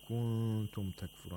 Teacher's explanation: Finally we have the rule of إخفاء نون ساكنة and the word كنتم، where we have to nasalize the نون while approximating the place of articulation of تا